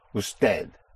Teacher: Usted, spelled U-S-T-E-D. The D is hardly audible.